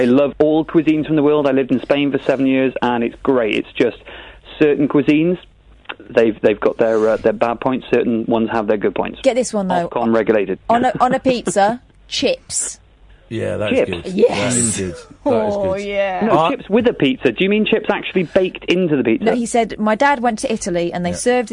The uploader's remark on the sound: on the phone